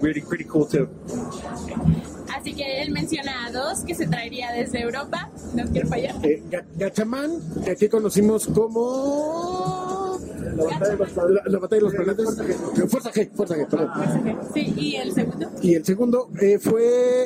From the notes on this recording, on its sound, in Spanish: estuvo en el stand de Panini Cómics México